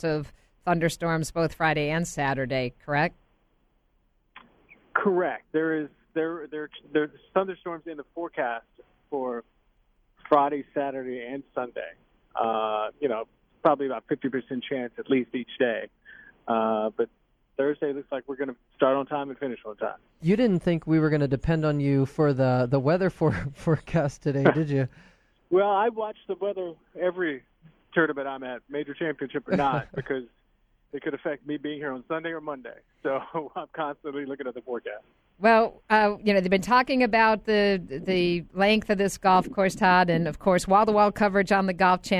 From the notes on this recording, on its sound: calls in LIVE from Erin Hills